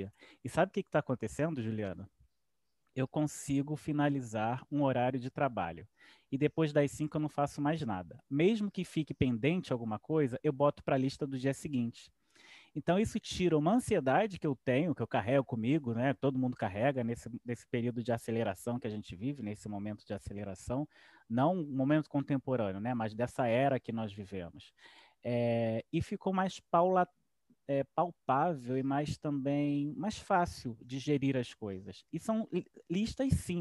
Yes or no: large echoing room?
no